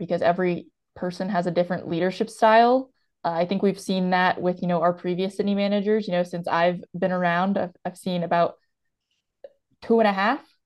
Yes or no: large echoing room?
no